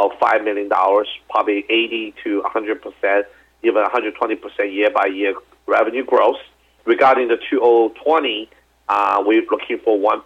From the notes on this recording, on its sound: called in to SmallCapVoice